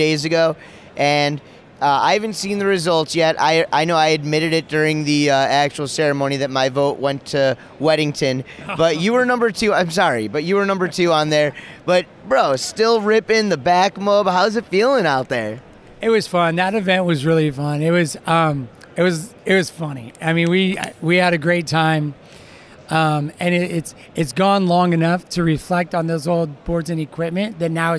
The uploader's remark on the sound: This episode was recorded live, following the 2018 Wakeboarding Hall of Fame induction ceremony inside the Alliance Wake booth at the Fall 2018 Surf Expo.